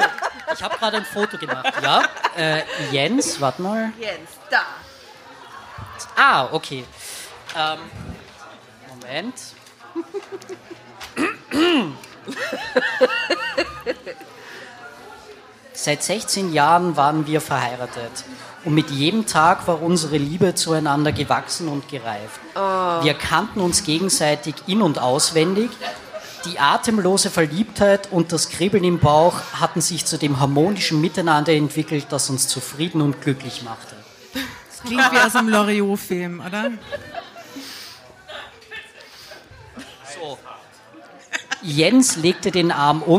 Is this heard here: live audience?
yes